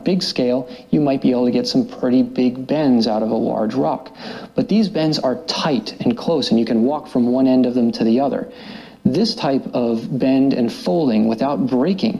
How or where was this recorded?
live audience